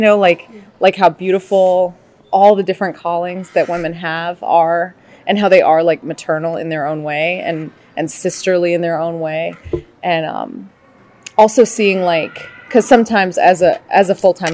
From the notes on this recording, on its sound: interviews attendees of the Pro-Life Women's Conference in New Orleans.